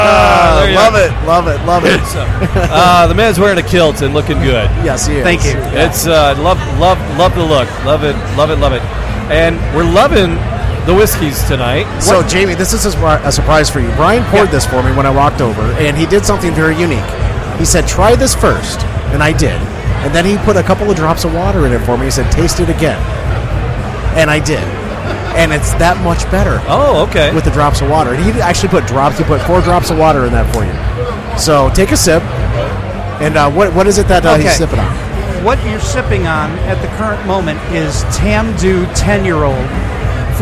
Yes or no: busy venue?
yes